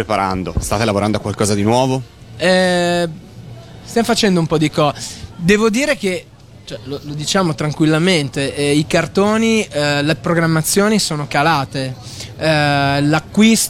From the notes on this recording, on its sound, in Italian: Direttamente da Lucca Comics & Games 2011